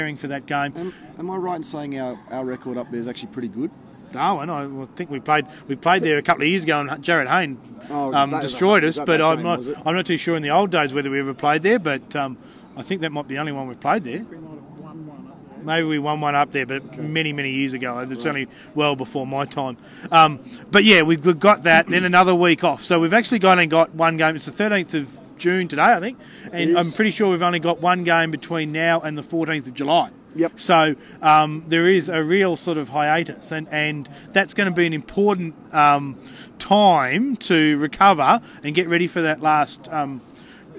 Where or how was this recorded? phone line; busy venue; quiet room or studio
busy venue